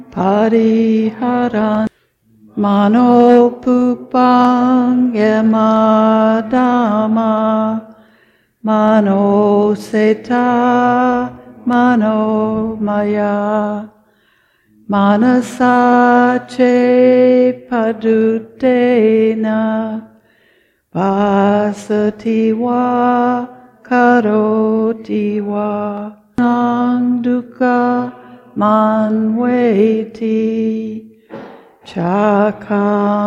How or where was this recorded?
large echoing room